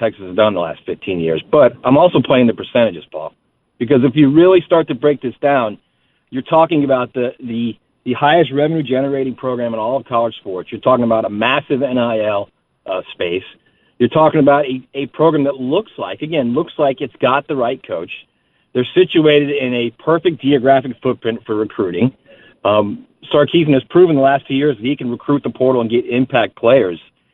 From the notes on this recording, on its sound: taking more of your phone calls